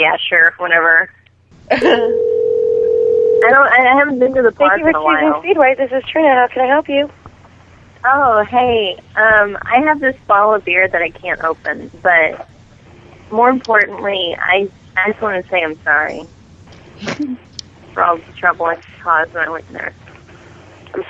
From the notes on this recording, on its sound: Prank Phone Calls